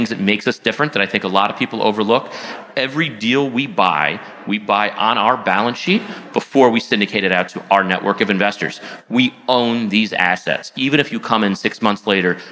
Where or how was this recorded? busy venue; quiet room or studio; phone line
busy venue